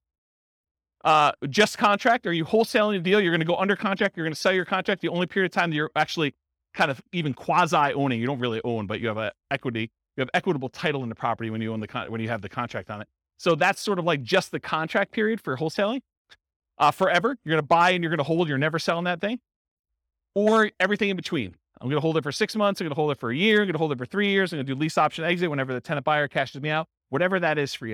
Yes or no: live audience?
yes